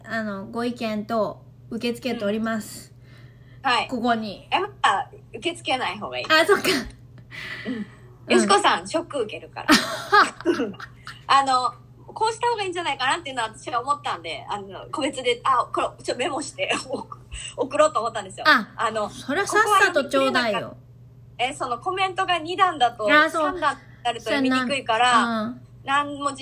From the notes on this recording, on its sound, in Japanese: インスタライブをやってみた！Instagramでライブを開催しました！その様子を録音しています。